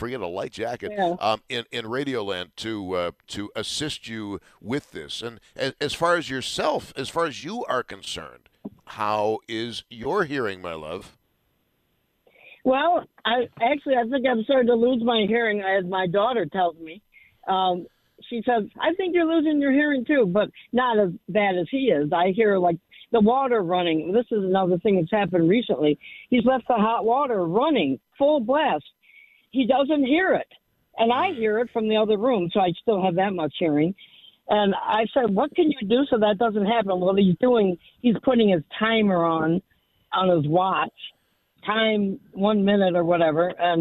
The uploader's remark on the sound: takes your phone calls